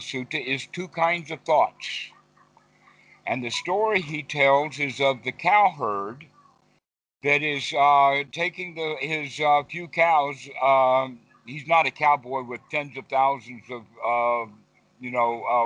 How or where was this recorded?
video call